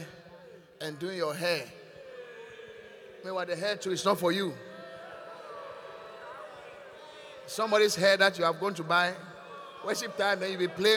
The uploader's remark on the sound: Encounter Service. Preached at The Qodesh.